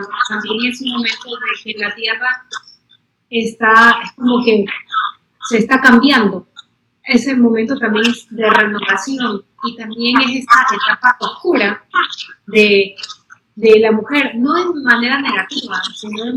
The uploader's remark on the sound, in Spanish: En vivo. Disculpen la calidad del audio.